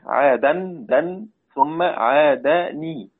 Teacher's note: ناخد بالنا إن المكسور هنا نون التنوين والدال مفتوحة كما هي